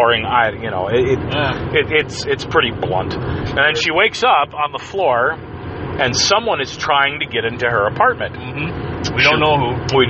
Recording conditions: inside a vehicle